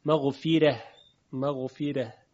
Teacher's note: عنوان مثال کلمه مغفره که چون قبل از راء مفتوح کسره هست، مغفی مغفره، حرف را ترقیق میشه در روایت ورش